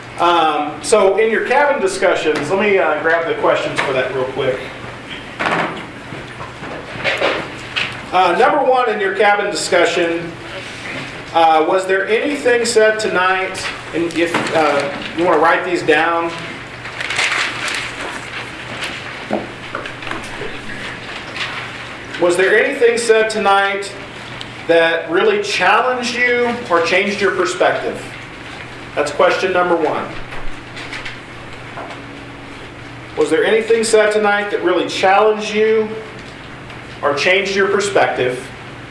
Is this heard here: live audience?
yes